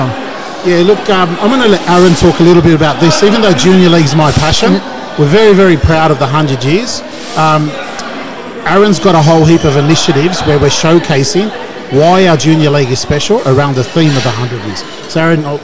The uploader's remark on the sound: We head out to do a live podcast at Bankstown RSL.